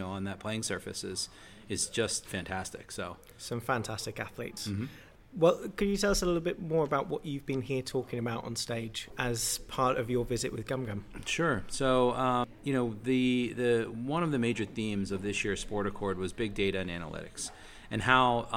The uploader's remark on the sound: Episode 13 was recorded at Sport Accord on the Gold Coast.